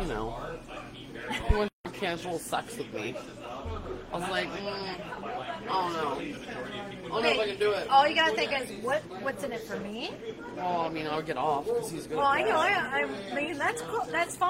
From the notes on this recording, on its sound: We are LIVE at The Globe in Covington, KY